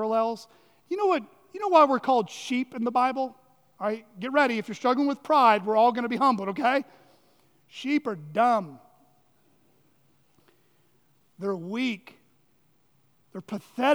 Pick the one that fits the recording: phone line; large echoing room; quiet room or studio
large echoing room